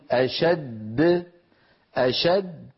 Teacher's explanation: كذلك أشد لو وقفنا عليها نقول أشد أشد، فبقولنا أشد خرجت الدال الساكنة المدغمة، وبقولنا د خرجت الدال التي كانت في الوصل متحركة وسكنت للوقف. ما الذي تقلقل؟ تقلقلت الدال الثانية، أما الأولى فبقيت على حالها